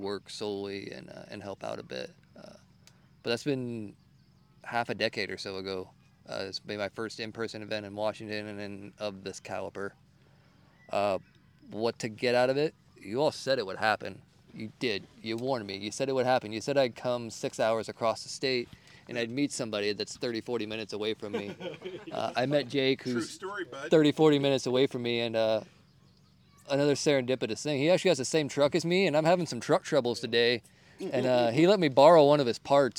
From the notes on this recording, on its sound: IN PERSON ROUND TABLE AT THRIVALIST FAIR. This is the recording of the Workshop Get together at the Thrivalist Fair in Addy WA.